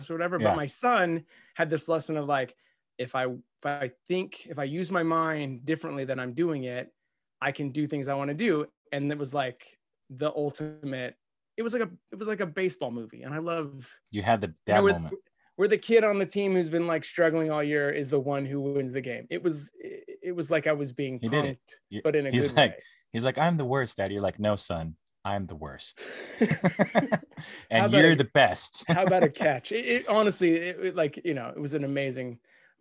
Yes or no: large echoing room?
no